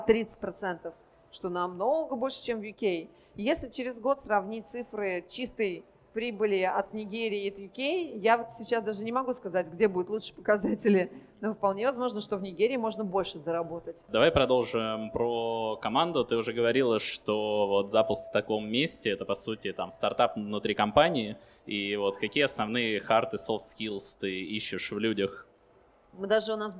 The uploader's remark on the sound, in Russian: Запись была сделана в live-формате на Маркете Местной еды